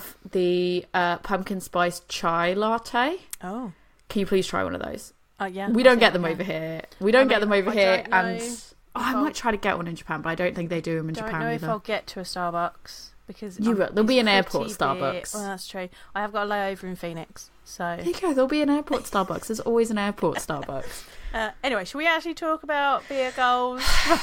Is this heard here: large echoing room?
no